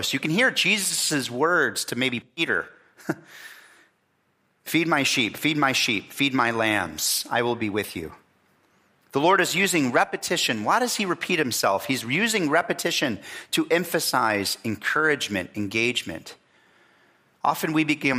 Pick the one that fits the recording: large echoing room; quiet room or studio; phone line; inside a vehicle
large echoing room